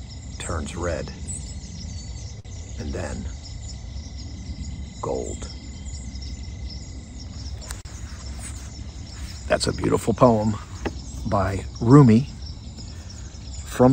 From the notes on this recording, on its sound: This Episode originally streamed live on location at Valley Forge National Park NJ. The audio from this podcast was taken directly from this live stream.